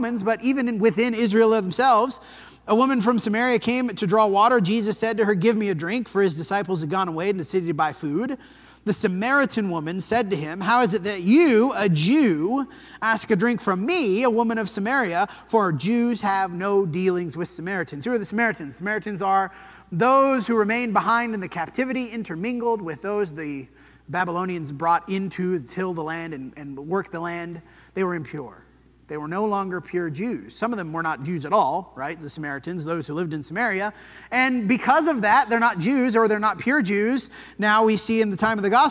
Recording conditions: large echoing room